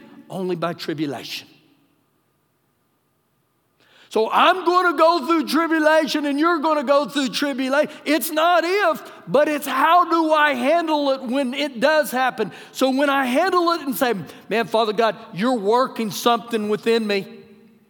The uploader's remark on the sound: Recorded live during our Sunday morning service